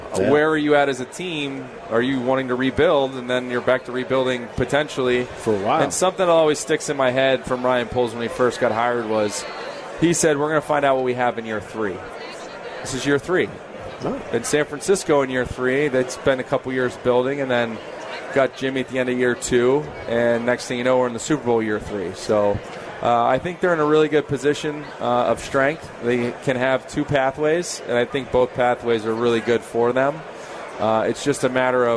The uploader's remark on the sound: live in Rosemount, IL, for the Chicago Golf Show!